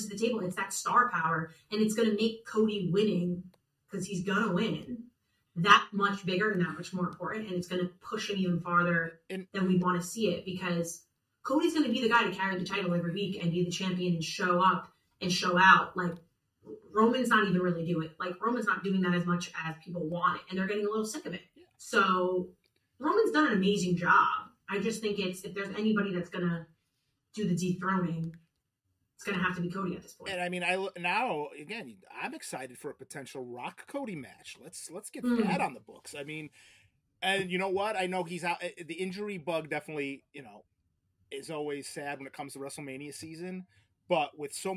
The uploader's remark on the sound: Apologies for some audio difficulties on this week's episode.